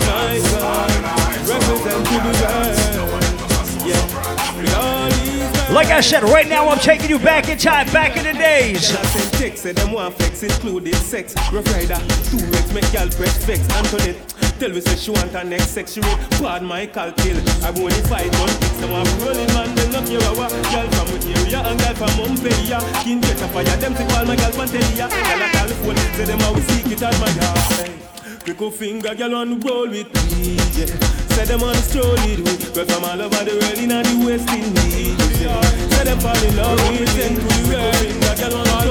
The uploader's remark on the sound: Live audio recording of my session at Island Saturdays on March 5th, 2022.